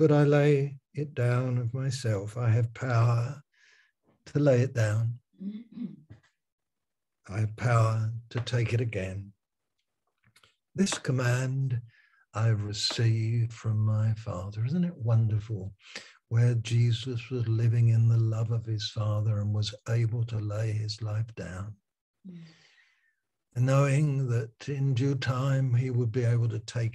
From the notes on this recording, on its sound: Malaysia Meets (Zoom).